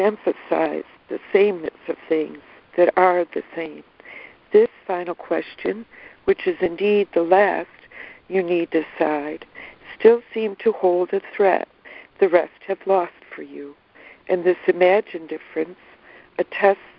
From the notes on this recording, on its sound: ACIM Daily Conference Call.